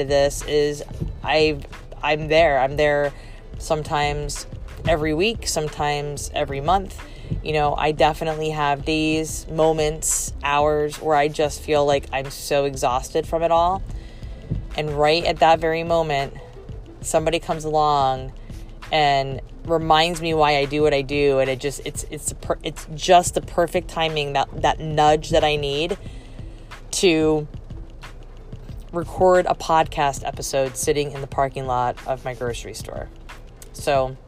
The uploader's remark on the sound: Recorded from my car, out and about running errands